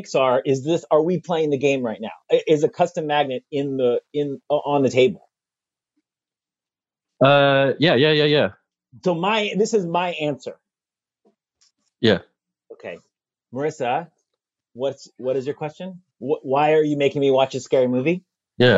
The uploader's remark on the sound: Play listener-created games with callers via Zoom!